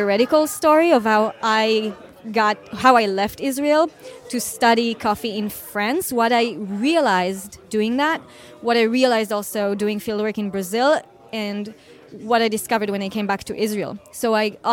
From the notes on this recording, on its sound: This is part II of speaking with guests from the SCA Expo in Boston 2022. A live recording from an event.